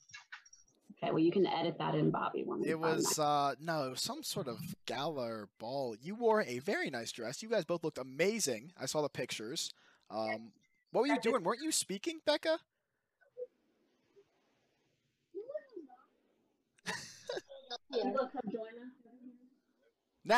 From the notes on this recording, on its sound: There were some audio issues caused by my most recent move.